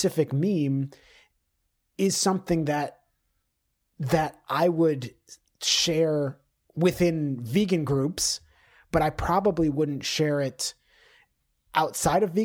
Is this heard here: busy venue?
no